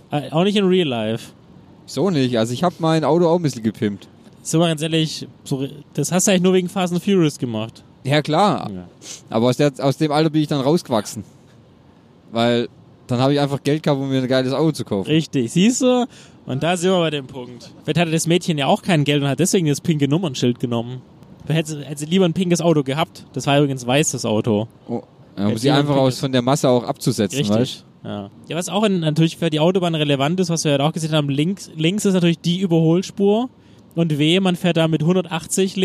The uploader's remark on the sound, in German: Nebengeräusche on Tour - Die Roadtrip-Folge. Natürlich hat es uns auf der Fahrt schon in den Zungen gejuckt und wir haben spontan eine kleine Runde aufgenommen.